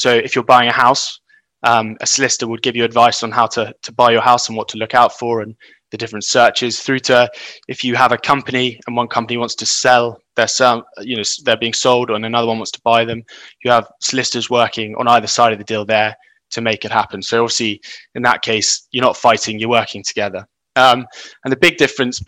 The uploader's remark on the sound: This podcast is recording of a Beyond Radley event - virtual talks by experts from the Radley community.